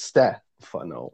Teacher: they tend to emphasize the first syllable, right, rather than the second.